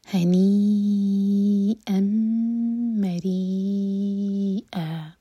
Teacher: اس کے بعد ری، کیونکہ را کے نیچے کسرا ہے تو باریک ہوگا، زبان کی صرف ٹپ یوز کریں گے اور ری چار حرکت لمبا کھینچیں گے